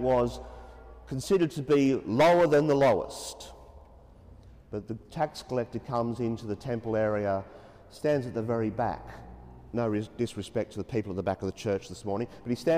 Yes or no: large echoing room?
yes